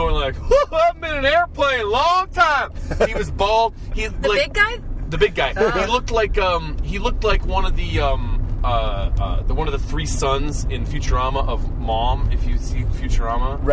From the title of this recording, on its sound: In the Car